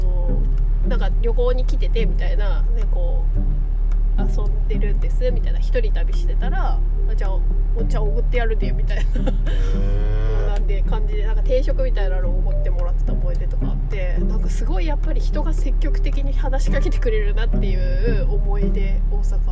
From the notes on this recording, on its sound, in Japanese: 初野外！俺たちの有明海後編。30度超え太陽の下の暑さに耐えられず、近くに停めていた車に移動して後編。